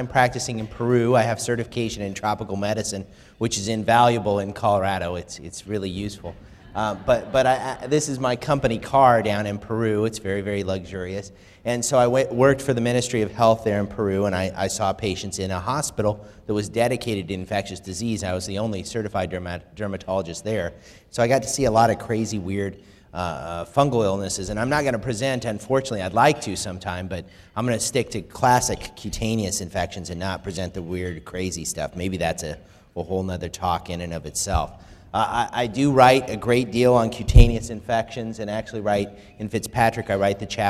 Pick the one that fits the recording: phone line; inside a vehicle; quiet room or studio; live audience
live audience